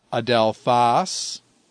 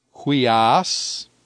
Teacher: the rough breathing does change the pronunciation, and so it adds a H sound to the beginning of the word · Shown in: second take